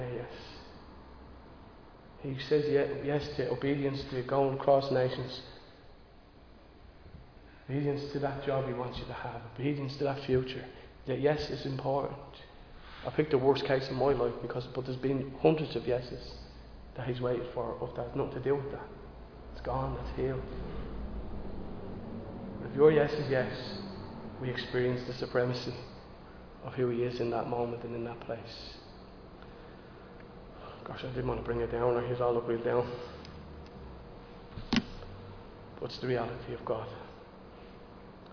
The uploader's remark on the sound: Recorded live in Liberty Church on 28 August 2022